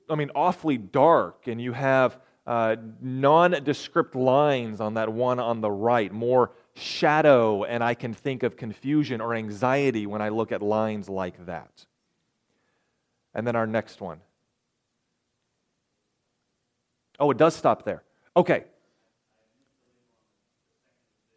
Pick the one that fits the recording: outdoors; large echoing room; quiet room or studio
large echoing room